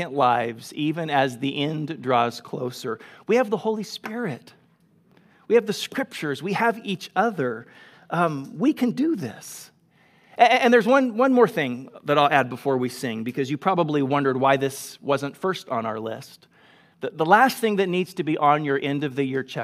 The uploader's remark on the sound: Delivered on 5 September 2021 at Grace Church of La Verne